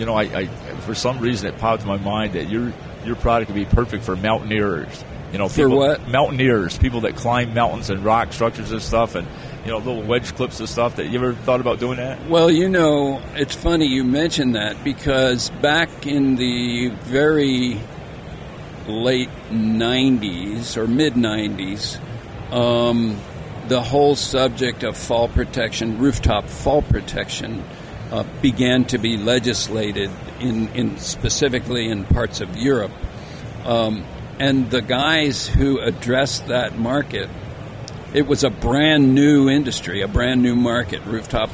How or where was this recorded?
busy venue